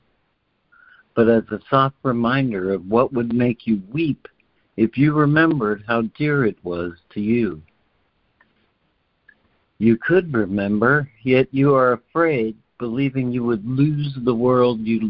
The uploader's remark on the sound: ACIM Daily Conference Call